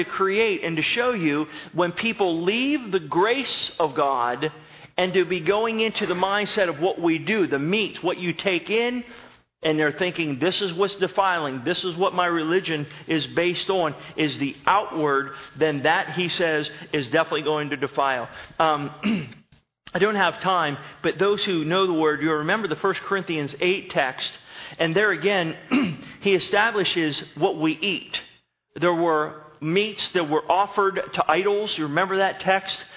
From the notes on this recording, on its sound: Sermon was recorded November 13, 2011 at Northside Baptist Church of Elkhart, Indiana